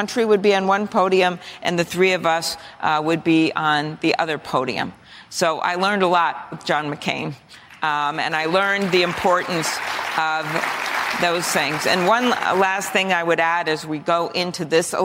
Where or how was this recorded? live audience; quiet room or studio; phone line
live audience